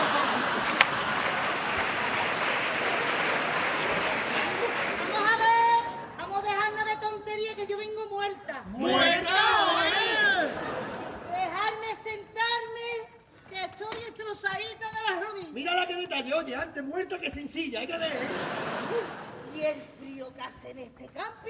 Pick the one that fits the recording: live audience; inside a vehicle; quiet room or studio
live audience